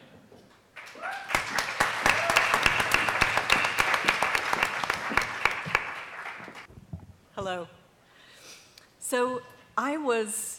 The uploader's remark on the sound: This episode features a recording of a panel discussion from the Reducetarian Summit, held in New York City in May 2017.